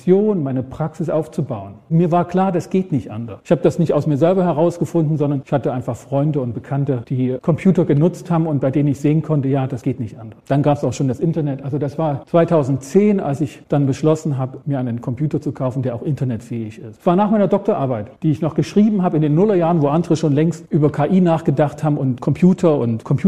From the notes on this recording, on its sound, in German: Vortrag auf dem gws-forum 2024